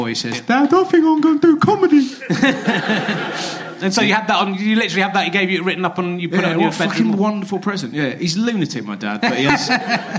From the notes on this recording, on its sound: some audience interaction and some quite specific heckle put downs